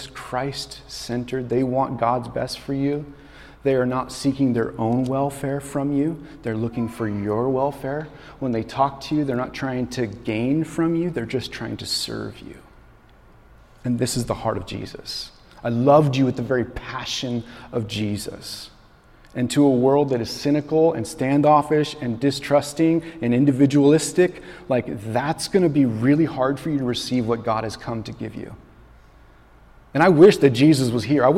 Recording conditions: large echoing room